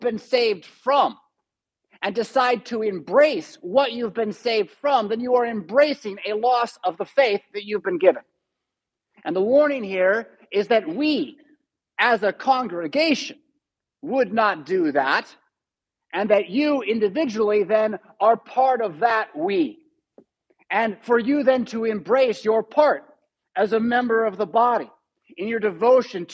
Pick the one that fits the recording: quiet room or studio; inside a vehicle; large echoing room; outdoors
large echoing room